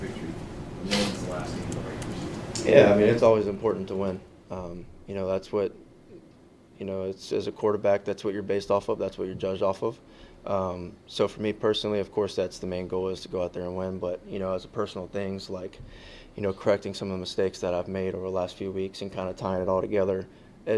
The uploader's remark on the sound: Addresses the media during his press conference at Gillette Stadium on Thursday, January 4, 2024.